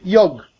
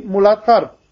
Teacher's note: they say yog, because in Hindi you cut the final A. Instead of saying muladhara, what would be the Sanskrit pronunciation, they would say muladhar, because the final A goes.